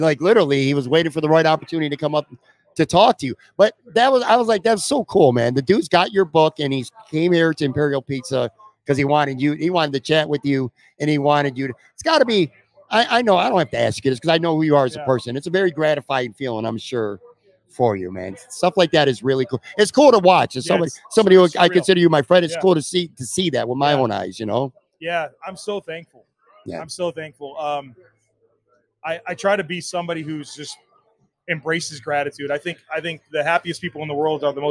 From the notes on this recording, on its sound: Another installment of the "Live from Imperial" series. Live from Imperial Pizza in South Buffalo (1035 Abbott Road).